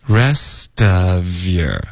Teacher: your,我们会再弱读成一个 year